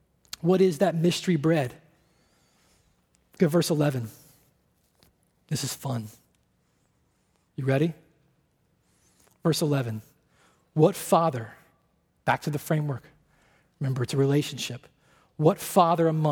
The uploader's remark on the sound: at Redemption Hill Church on Sunday, January 24th, 2010.